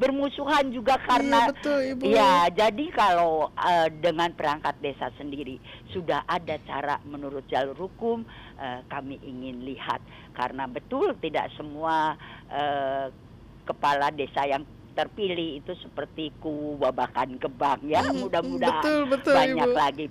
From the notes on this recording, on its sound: by phone